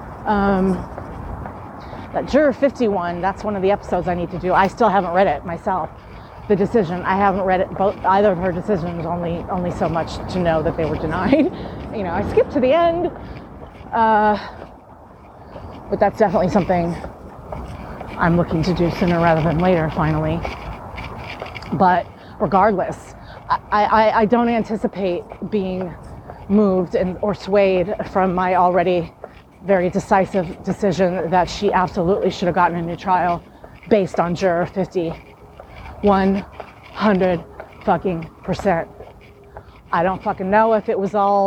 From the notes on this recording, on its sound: Apologies for the sound...I was outside walking. This is a rare time where the audio sounds better UNmagicmastered.